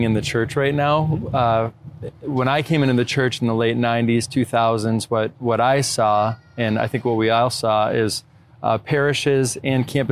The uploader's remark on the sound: At the 12th Annual Napa Institute Conference in Napa Valley California.